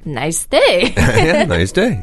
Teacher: 对但是他的语调可能有一点点升高 Like a rising tone It's being asked like a question, yeah 对比如前面说的天气很不错对吗 What a nice day Right A 如果说了那个然后 B 你就可以完全用他那句话回答 right.